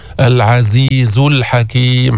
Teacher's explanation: الزاي ليس فيها استعلاء، ما ترفع اللسان عند الزاي، ما تقول العزيز، العزيز الحكيم، حرف مستفل مجهور، نعم فيه صفير، نعم، بس هو مستفل منفتح، ما في إطباق، ما في استعلاء.